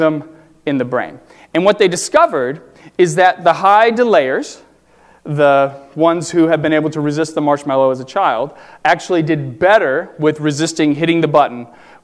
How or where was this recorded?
large echoing room